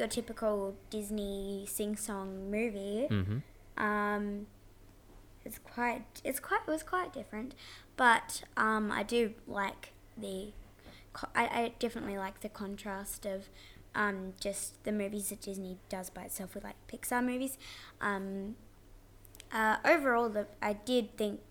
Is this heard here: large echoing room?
no